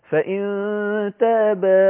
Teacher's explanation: أنا بخفي النون في نفسها اللي بيبقى منها الغنة بتاعتها اللي هو الصفة بتاعتها اللي هي الغنة والغنة مقدارها حركتين يعني · Term: إخفاء